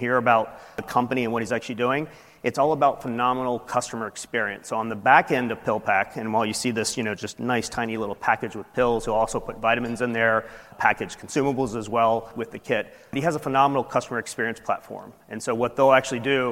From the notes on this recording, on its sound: industry keynote recorded at the 8th annual Partnership Opportunities in Drug Delivery (PODD) conference